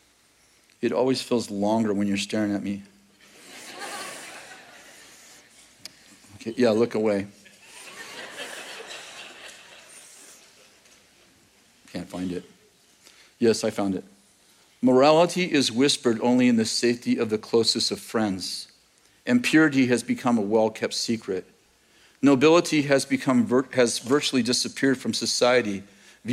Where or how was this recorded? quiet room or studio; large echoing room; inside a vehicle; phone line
large echoing room